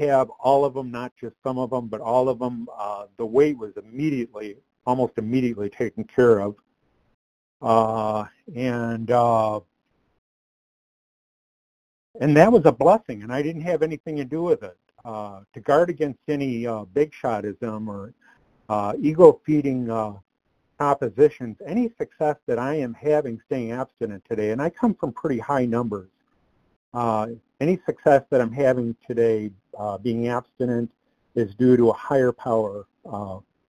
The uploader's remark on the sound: From the 100 Pounders Phone Meeting.